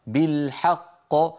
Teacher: نعطي الحاء زمانها ولا نزيد في زمن الفتحة، وإلا قد يتولد ألف